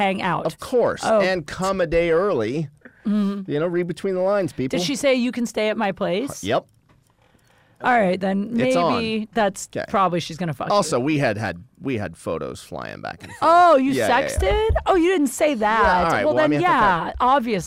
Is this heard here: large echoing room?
no